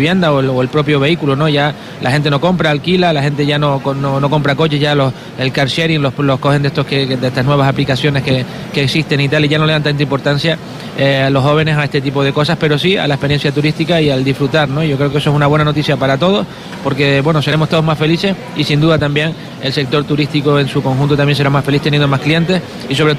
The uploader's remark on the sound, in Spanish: hemos iniciado nuestra programación especial desde Fitur 2024